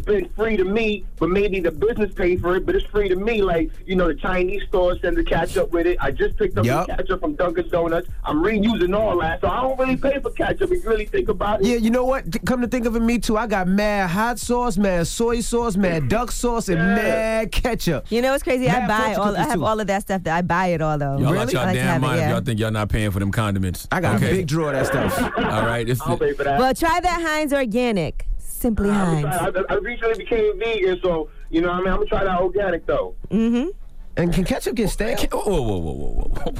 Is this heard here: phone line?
yes